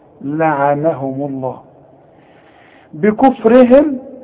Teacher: هنقول بل لعنهم الله بكفرهم، لعنهم الميم مضمومة، ما دام الميم مضمومة لفظ الجلالة يفخم